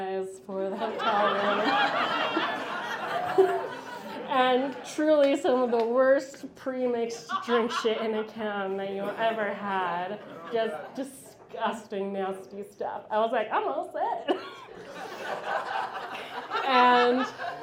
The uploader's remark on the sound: About Last Night is a monthly recurring episode releasing a single story from the previous evening's live event! Goes south is a live storytelling event out of Charlotte, NC. This podcast combines audio recordings from these live events. Goes south live events take place on the 3rd Tuesday of the month at Petra's in Historic Plaza-Midwood, Charlotte, NC.